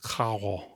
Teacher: More like a French R rather than a traditional Spanish trilled R. · in some Caribbean varieties of Spanish, it might sound more aspirated, like carro, like something like that.